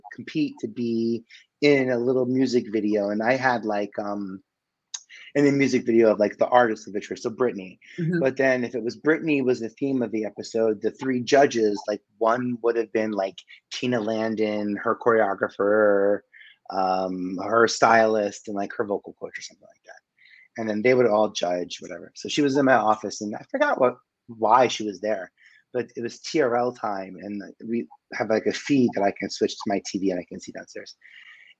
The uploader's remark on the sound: these interviews are throwbacks with some of the best and brightest in the Broadway & Entertainment industry who I chatted with virtually